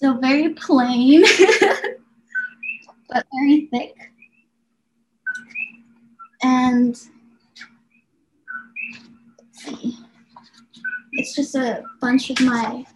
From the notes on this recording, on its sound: We arrange our Zoom call for Friday